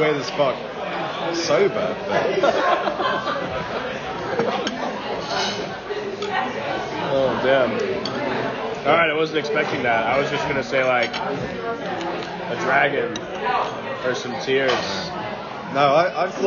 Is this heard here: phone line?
no